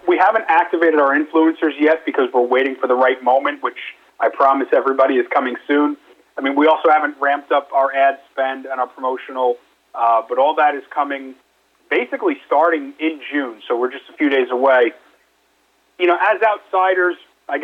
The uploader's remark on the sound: conducted a quarterly investor conference call yesterday